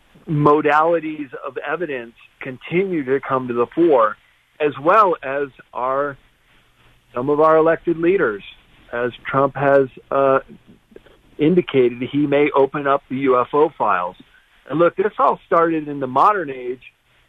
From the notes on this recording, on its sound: opens the phones for listener questions and comments